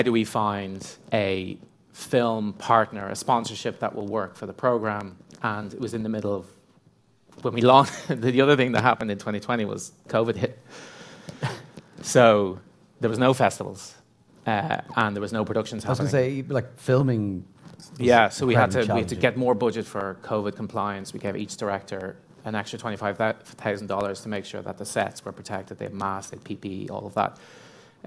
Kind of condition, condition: setting, busy venue